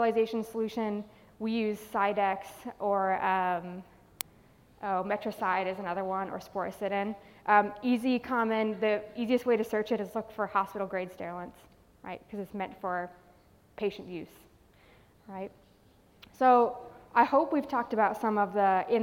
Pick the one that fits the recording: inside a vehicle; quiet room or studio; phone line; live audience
live audience